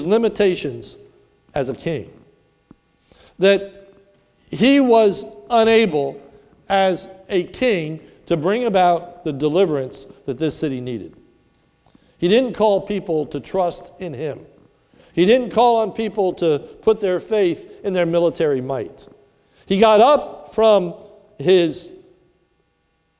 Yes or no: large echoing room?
yes